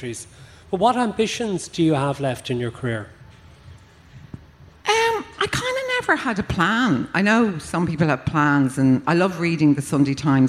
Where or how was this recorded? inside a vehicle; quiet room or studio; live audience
live audience